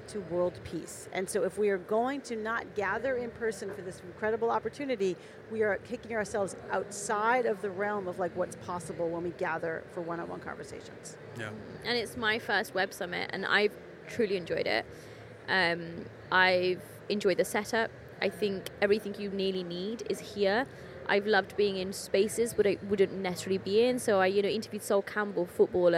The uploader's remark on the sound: We're mixing it up with a podcast recorded on the floor of Web Summit.